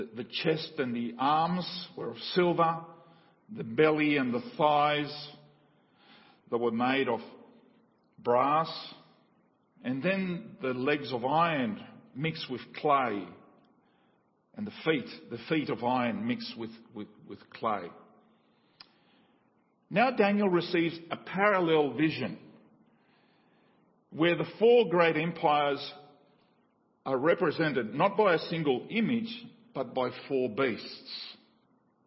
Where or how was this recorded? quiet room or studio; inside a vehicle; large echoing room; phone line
large echoing room